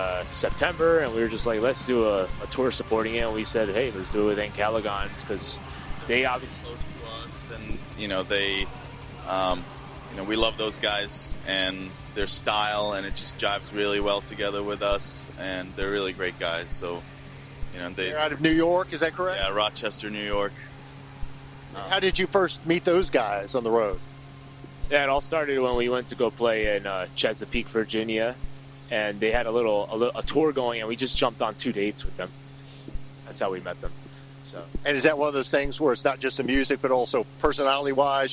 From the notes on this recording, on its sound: Podcast recorded at Mag Bar in Louisville KY during the band's Alma Northeast 2018 Tour.